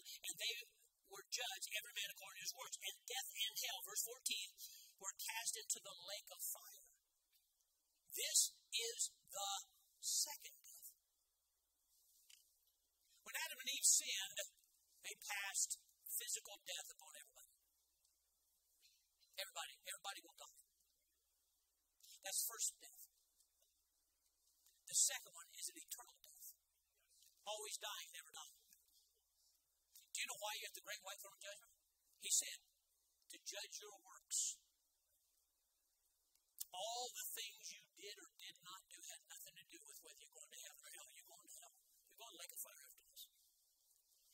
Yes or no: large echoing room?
yes